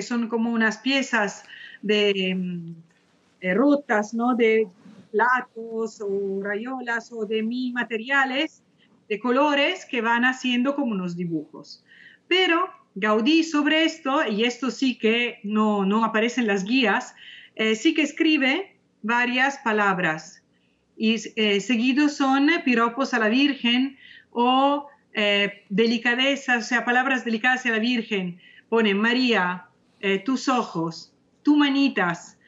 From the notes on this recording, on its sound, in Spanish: Nos acompaña por primera vez, vía Skype.